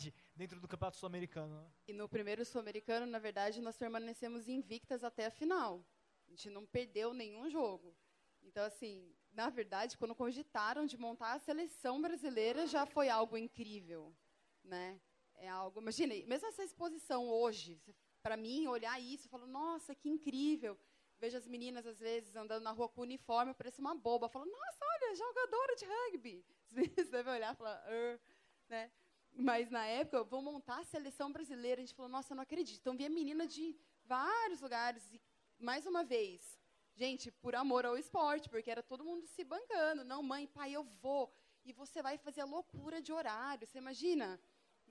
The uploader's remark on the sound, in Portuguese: Foi gravado durante a abertura da exposição “Vale do Rugby”, no SESC de São José dos Campos.